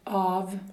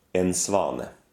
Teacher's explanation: Both languages have a dark A.